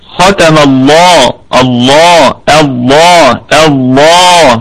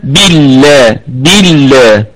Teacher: أصبحت لام لفظ الجلالة مرققة لأنها مسبوقة بكسرة · Shown in: second take